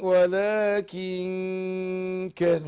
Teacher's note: بخفي النون في نفسها في حالة الإخفاء وادخل على الكاف